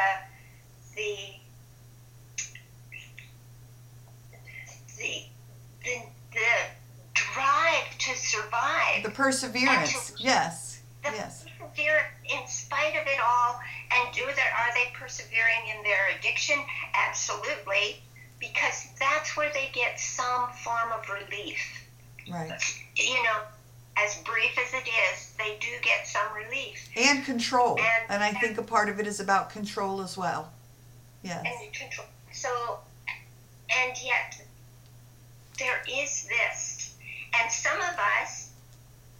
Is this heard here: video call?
yes